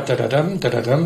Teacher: der Akzent sitzt nicht vorne, sondern hinten. Sprich, es ist eine völlig andere Struktur, eine andere Melodie, andere Konsonantenfolge.